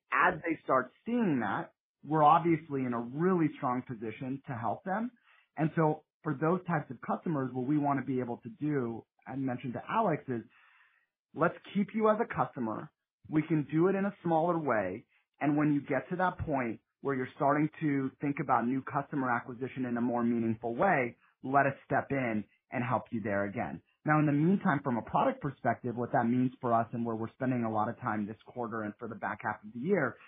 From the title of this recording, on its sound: Q2 2023 Earnings Call